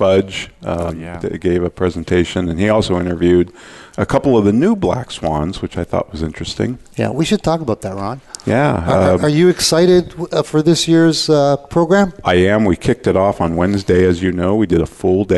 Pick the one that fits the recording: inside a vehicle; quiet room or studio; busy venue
busy venue